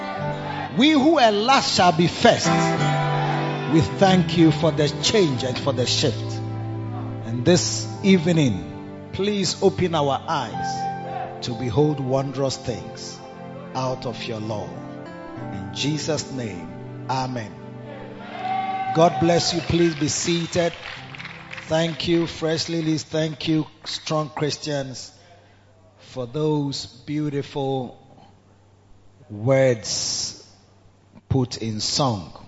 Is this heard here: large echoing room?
yes